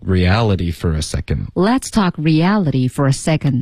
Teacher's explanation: 后面 for a 我们会弱读 for 发成 fur